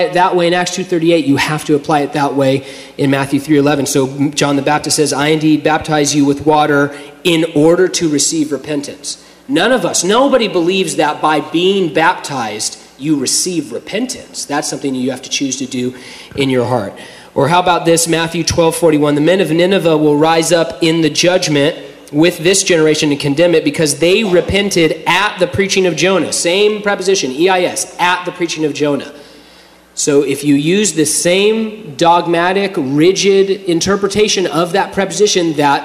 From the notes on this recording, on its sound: during a live Q&A session at Calvary Hanford